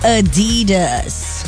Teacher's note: The stress on the second syllable